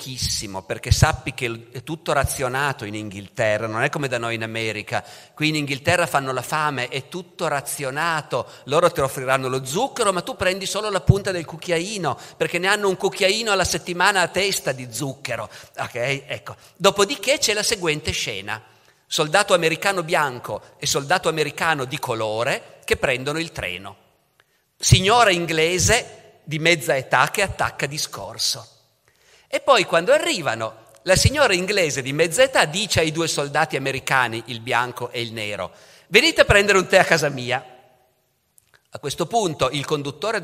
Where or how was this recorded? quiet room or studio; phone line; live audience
live audience